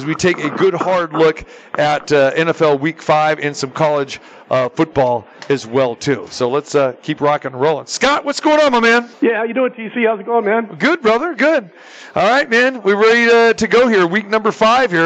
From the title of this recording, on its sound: Live from the Super Book at the Westgate Las Vegas